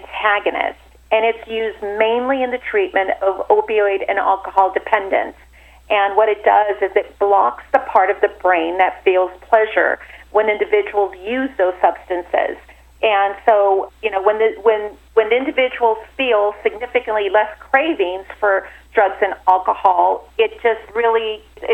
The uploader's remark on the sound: called in to SmallCapVoice